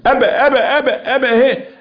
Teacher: مخمصة ومن مرض، وباء برق باطل بهم بذي، واحرص على الشدة والجهر الذي فيها